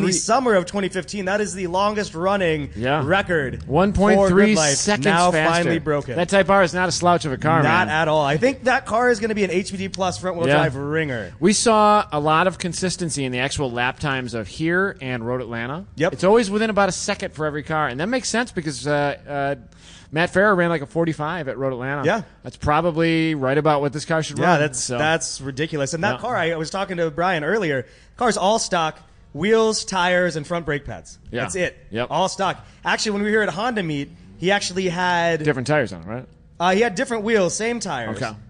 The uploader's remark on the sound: Live from #GRIDLIFE TrackBattle Round 5 - Part 2